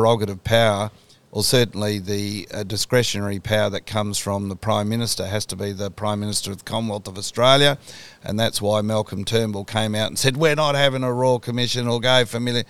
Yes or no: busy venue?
yes